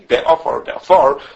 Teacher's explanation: Like in our case be'afar, be'afar, the word is the stress is on the end of the word, and therefore the prefix to the shayrish that started with an ayin gets a segel.